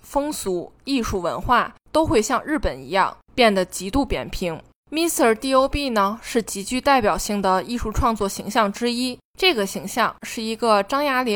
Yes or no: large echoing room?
no